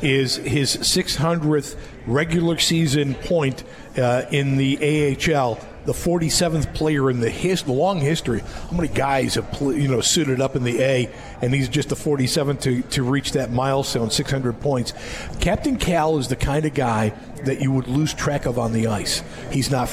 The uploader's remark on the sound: at The 72 Tavern & Grill and joined on the phone